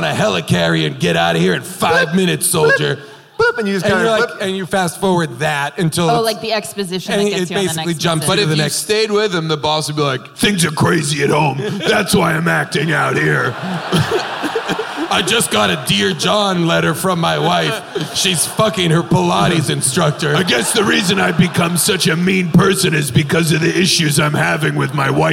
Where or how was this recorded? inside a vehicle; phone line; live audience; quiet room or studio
live audience